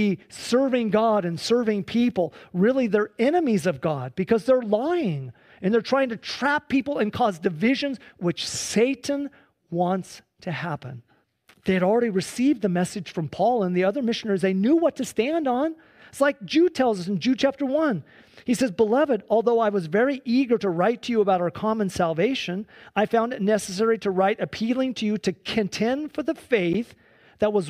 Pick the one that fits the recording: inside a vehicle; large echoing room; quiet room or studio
large echoing room